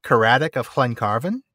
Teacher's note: It's that voiceless alveolar lateral fricative that is absolutely killing me.